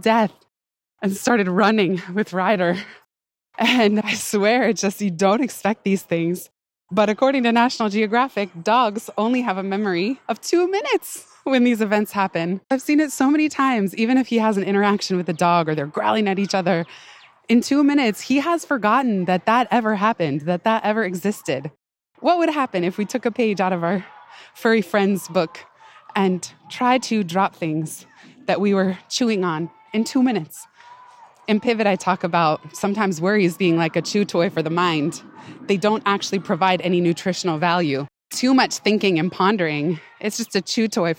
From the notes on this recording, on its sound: Pardon the occasional panting (lol) and background noise—err New York City soundscape—as I recorded this one on a big hill at the park, running up and down